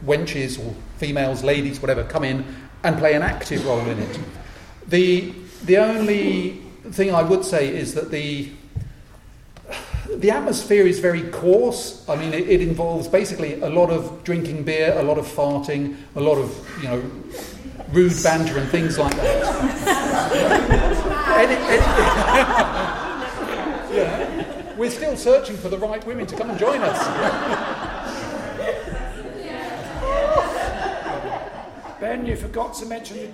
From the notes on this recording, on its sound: The Folklore Podcast presents a recording of a panel discussion hosted at Maidstone Museum. This panel was presented as part of a museum exhibition entitled "Animal Guising and the Kentish Hooden Horse". The recording was provided for broadcast by Maidstone Museum.